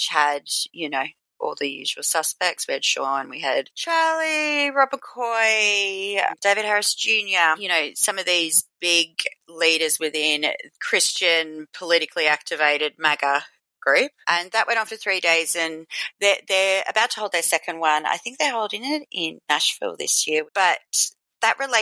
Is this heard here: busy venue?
no